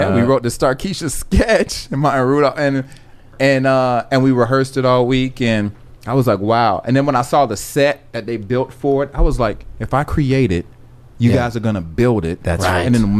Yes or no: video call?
no